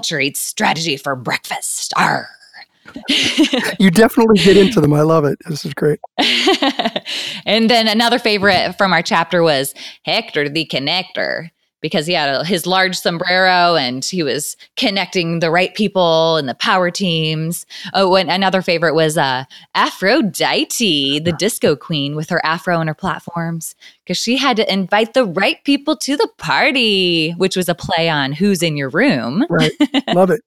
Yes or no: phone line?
no